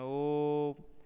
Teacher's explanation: भक्त लोग ओम का उच्चारण करते हैं तो ओ के स्थान पर प्लुत मात्रा का प्रयोग करते हैं